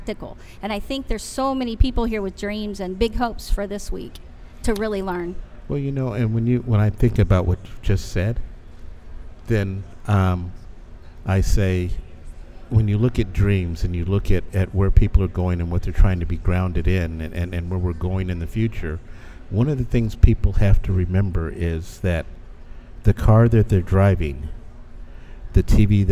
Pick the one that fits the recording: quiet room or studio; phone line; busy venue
busy venue